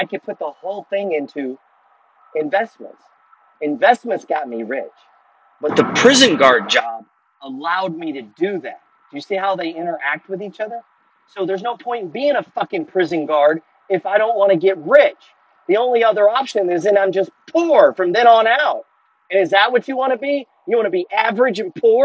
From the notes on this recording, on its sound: Audio issues on this message, both worth the effort nonetheless.